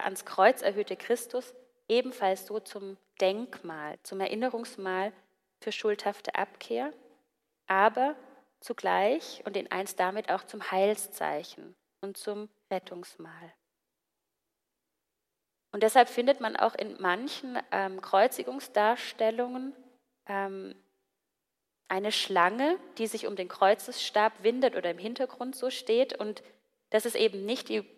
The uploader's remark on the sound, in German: Gottesdienst. Predigt.